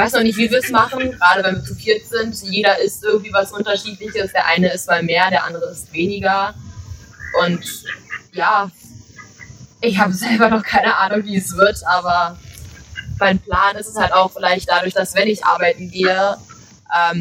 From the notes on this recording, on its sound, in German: Live aus Neuseeland. In einer gemütlichen Runde im Park befragt. Die Tonqualität hat diesmal leider ein wenig gelitten.